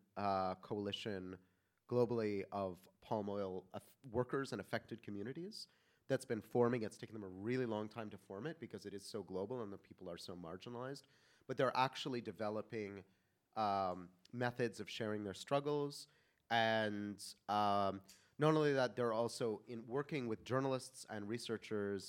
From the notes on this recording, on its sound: The opening panel of the “After Extractivism” conference. Recorded at the Haus der Demokratie und Menschenrechte.